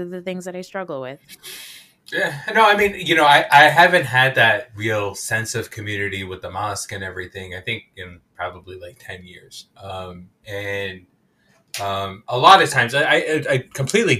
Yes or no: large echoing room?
no